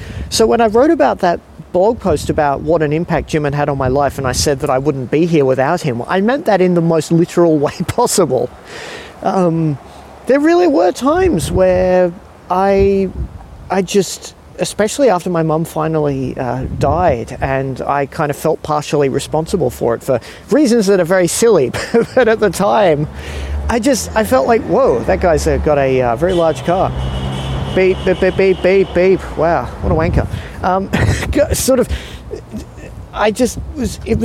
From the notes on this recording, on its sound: Recorded late one evening wandering around a park in Sydney. Recorded in Sydney, Australia.